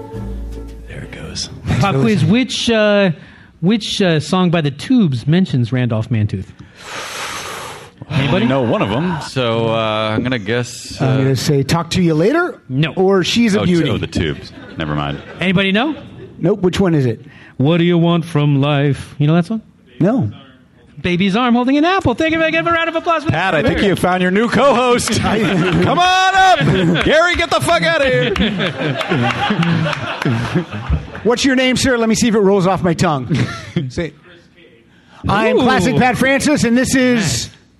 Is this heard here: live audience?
yes